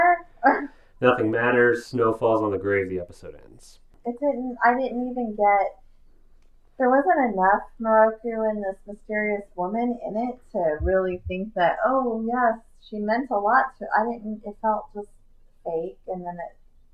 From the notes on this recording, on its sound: Sound problems plague this newest episode of We View Yasha!